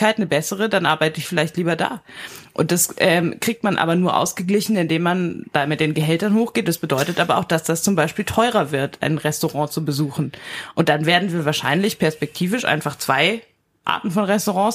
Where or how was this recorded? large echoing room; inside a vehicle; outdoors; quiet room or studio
quiet room or studio